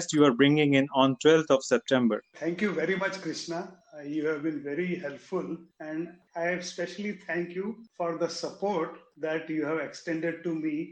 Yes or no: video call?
yes